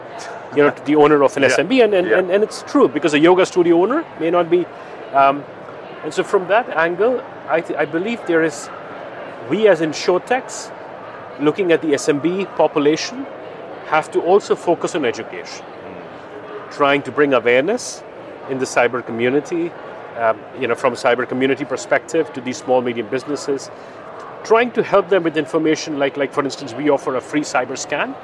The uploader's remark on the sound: Live from ITC. The 'Live at ITC' conversations at the Vegas InsureTech Connect confernce.